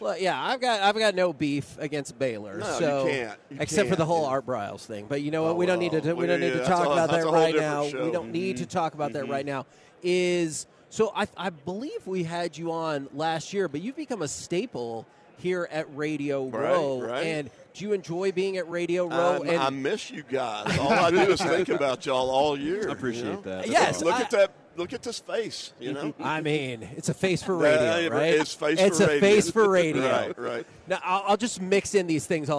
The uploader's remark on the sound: LIVE from Radio Row in Las Vegas!